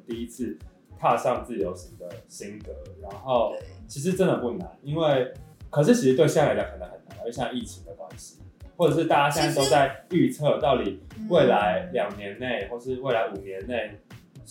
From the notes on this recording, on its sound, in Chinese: 首錄音質不佳請見諒